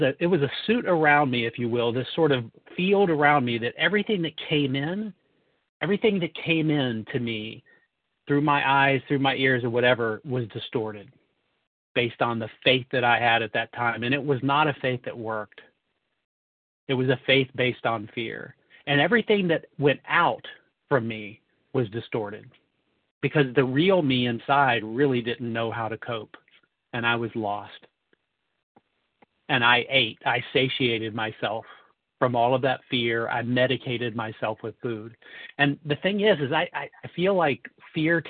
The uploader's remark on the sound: 100 Pounders Phone Meeting, 11/21/23